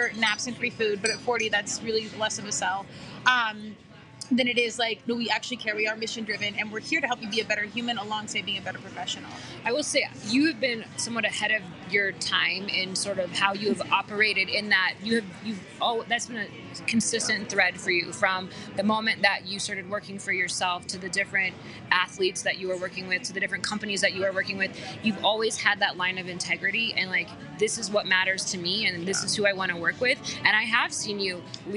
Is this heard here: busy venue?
yes